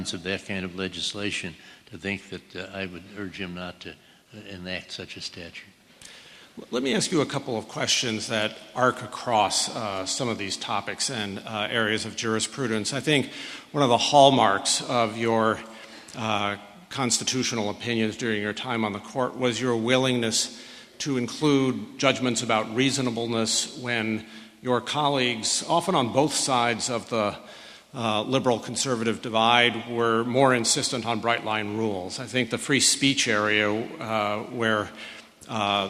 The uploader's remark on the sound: A well-attended public discussion at Princeton University. Was held in a packed Richardson Auditorium in Alexander Hall.